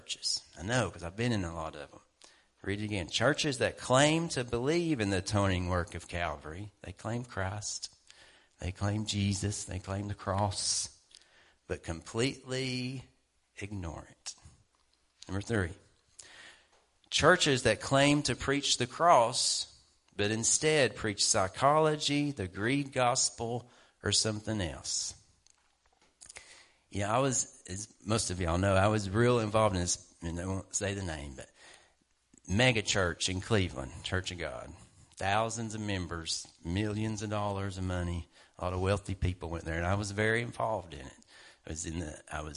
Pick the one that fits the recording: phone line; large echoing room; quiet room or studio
large echoing room